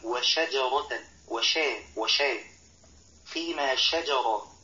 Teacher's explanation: والصواب أن يقول وشجرة وشاء فيما شجر، يبين صفة التفشي